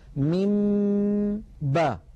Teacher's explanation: الميم مفصولة تماما عن الباء من باء لا دمج بين الصوتين ولا خلط بينهما، لذلك هذا الأمر لا نستطيع أن نعتبره إدغاما، كما أنه ليس بإظهار. · Term: الإخفاء